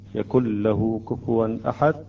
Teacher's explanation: يجب أن نقرأ الإدغام بدون أن نأتي بالغنة ولا نتأخر على الحرف مقدار حركتين · Term: الإدغام بلا غنة